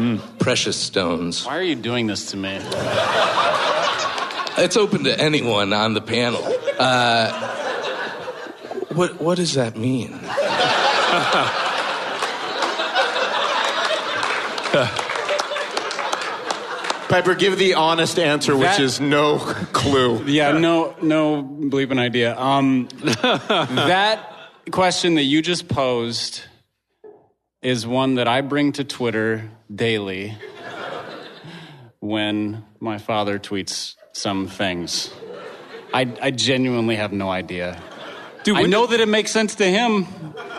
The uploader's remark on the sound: LIVE and in person at a hipster church in East Louisville. Enjoy this delightful interaction with listeners.